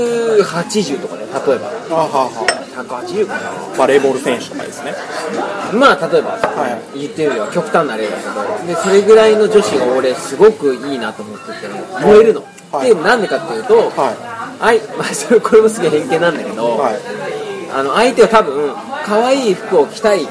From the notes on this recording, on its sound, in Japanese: 夜の飲み屋でその会話は始まりました。ちなみに居酒屋収録なので、色々と雑音が混じってます。